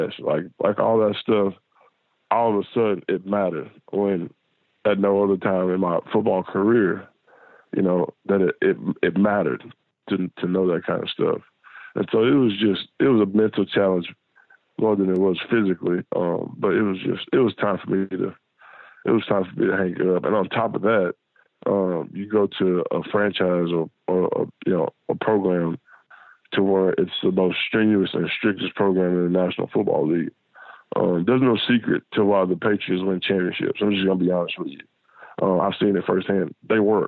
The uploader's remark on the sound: joined on the Modern Woodmen phone line